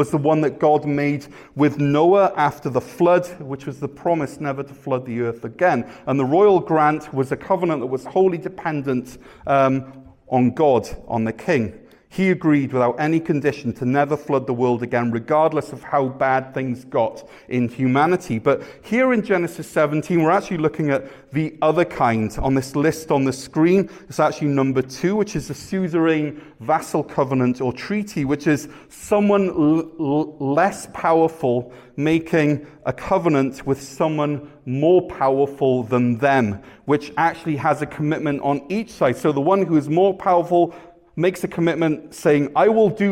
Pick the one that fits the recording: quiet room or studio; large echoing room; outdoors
large echoing room